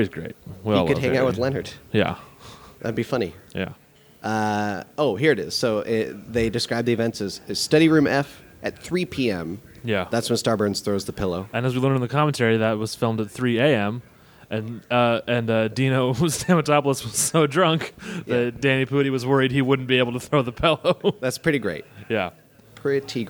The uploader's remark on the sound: LIVE from LA Podcast Festival. Bring this episode to you from the Squarespace Podcast Lab at the LA Podcast Festival!